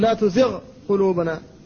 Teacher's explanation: فالغين ساكنة وبعدها القاف محركة وهما متقاربان لكن لا ادغام بينهما، لا يجوز أن تقول لا تزغ تزغ قلوبنا، تزغ قلوبنا لا تجوز، قل لا تزغ قلوبنا.